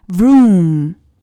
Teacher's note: 它的辅音部分是由 v 向 r 滑动的一个音 vroom